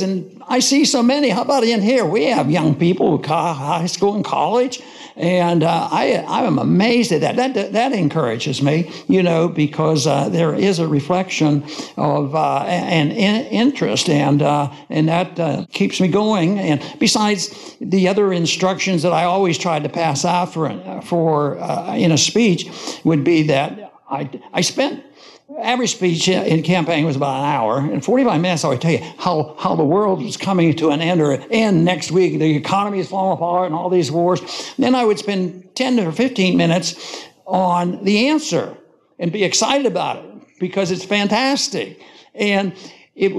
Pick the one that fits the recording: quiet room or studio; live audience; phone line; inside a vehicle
live audience